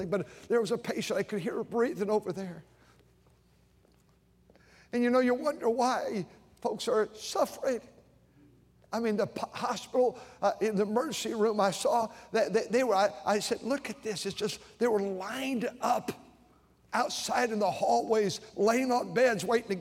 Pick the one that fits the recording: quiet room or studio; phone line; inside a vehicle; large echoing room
large echoing room